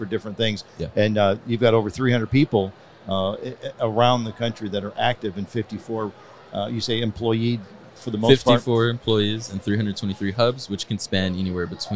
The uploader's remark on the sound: at the 2023 Earth Day EARTHx event in Dallas, Texas